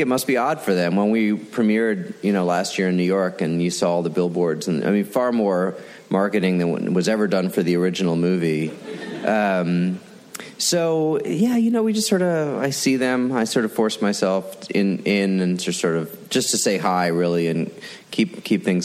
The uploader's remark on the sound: From ATX Television Festival. Recorded June 6, 2015 at ATX.